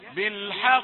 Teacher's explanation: فمثلا والله يقضي بالحق، التسجيل العادي يأتي بالصوت هكذا، لكن التسجيل غير المنضبط يأتي بالحق، ظل تتكرر قلقلة القاف وتقل شيئا فشيئا